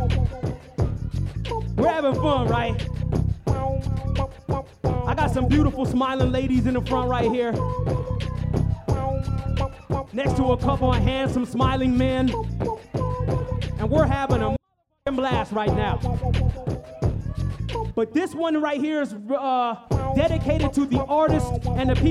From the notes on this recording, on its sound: Tonight on The Live Feed we take a trip back to this year’s Karate Camp festival. LIVE from Karate Camp 2021. The Live Feed is produced by KQAL FM on the campus of Winona State University.